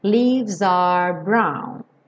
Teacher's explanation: do V você já vai direto para o S e esse S já liga no R.